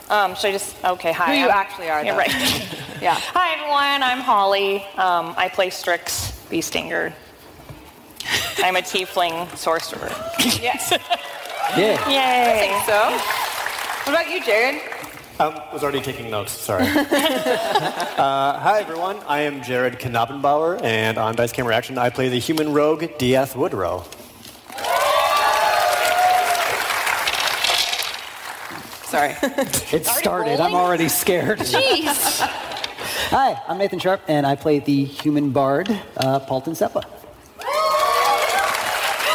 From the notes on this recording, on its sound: special episode live from PAX East 2019